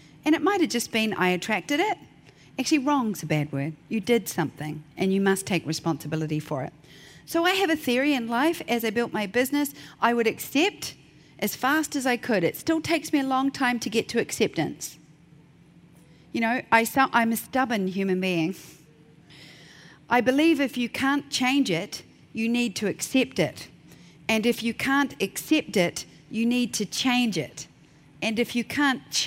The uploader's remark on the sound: keynote at the 2019 Portrait Masters Conference